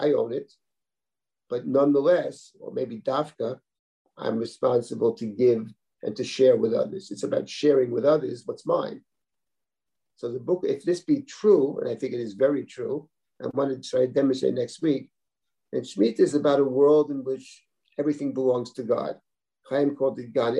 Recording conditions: video call